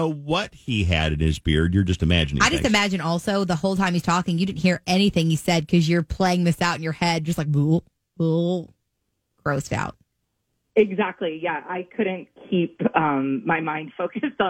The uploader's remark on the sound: on the phone